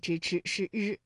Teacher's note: 那么日呢，是舌尖后音